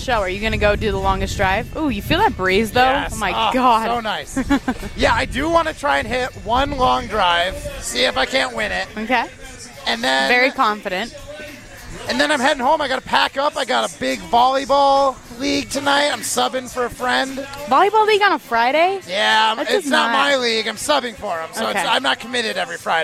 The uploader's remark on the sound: Live from Lake Windsor Country Club.